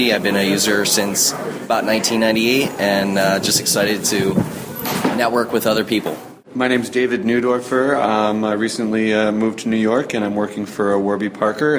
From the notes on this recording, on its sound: NYCBSDCon 2014 was great, and I recorded a series of voices from the attendees.